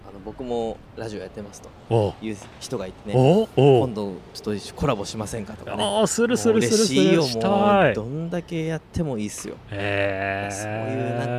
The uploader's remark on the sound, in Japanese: 春の日差しが暖かな公園での収録も後編です。